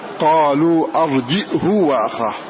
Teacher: فإنه يقرأ هذا اللفظ بهمزة ساكنة بين الجيم والهاء من غير مد للهاء